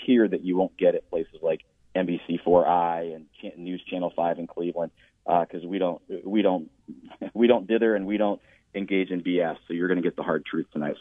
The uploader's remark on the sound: takes calls from various candidates that call